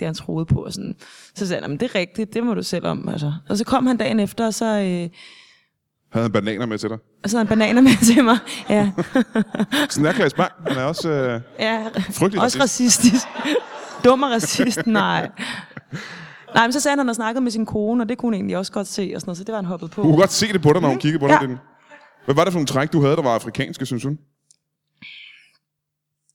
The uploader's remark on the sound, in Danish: LIVE fra Teater Grob